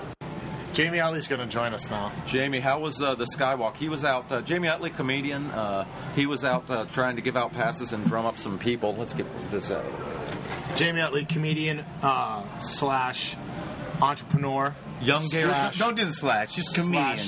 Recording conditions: busy venue